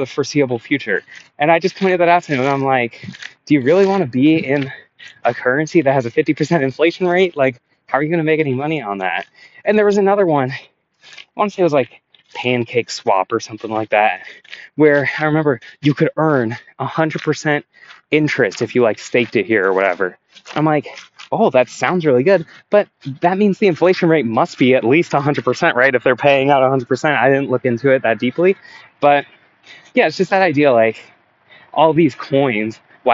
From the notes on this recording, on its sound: NOTE: I recorded this while walking. I was walking on rocks for the first couple minutes but realized it was loud, so for the last 90% the audio should be decent.